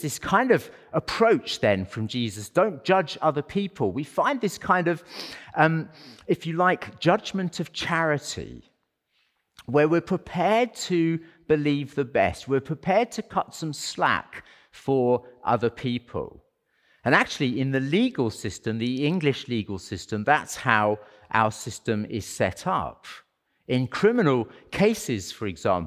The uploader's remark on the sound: as part of our Sunday worship service